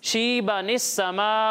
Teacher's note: زبر ہے اور اس کے بعد نون کے نیچے زیر ہے تو اس نون کے نیچے جو زیر ہے نا اسے ہم سین کے ساتھ ملا دیں گے اسے پڑھیں گے